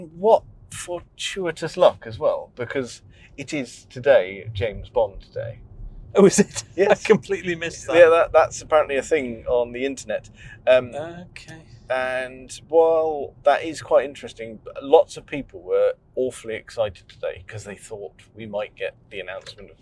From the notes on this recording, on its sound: new car while we're out for a spin!